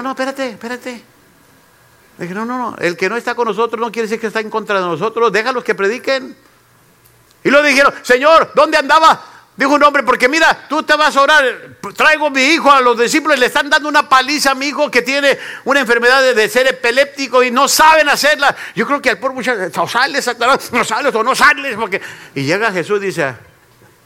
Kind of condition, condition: setting, live audience